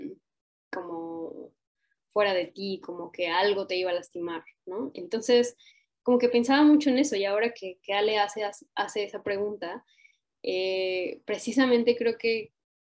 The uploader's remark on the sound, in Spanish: Como parte del cuarto ciclo del Laboratorio de Escrituras Vivas, en sesión sincrónica vía Zoom.